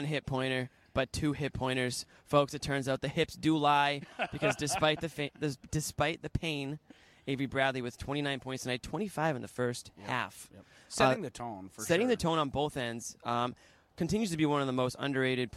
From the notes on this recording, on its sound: Full Report from TD Garden, Player/Coach Interviews